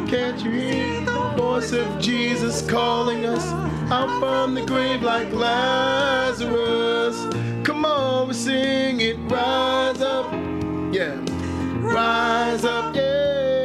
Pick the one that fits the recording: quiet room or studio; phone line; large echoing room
large echoing room